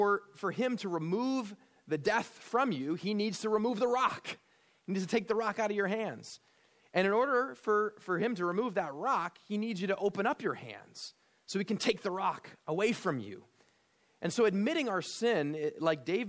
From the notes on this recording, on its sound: at Immanuel Lutheran Church in Pasadena, CA